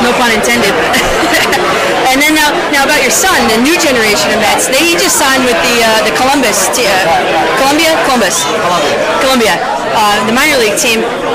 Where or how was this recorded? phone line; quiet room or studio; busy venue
busy venue